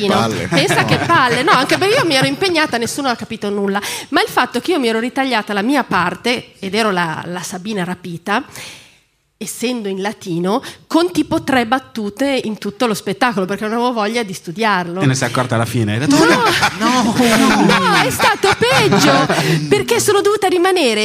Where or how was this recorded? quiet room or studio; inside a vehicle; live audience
live audience